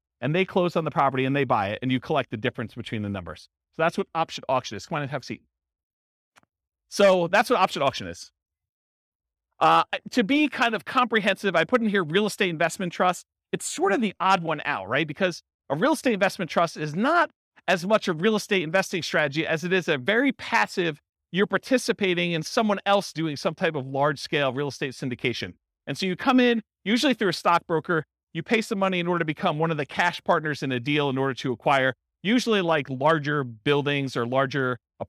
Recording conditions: live audience